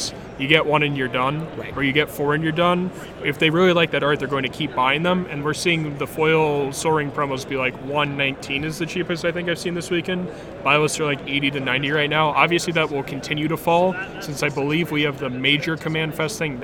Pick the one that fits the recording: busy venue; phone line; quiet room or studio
busy venue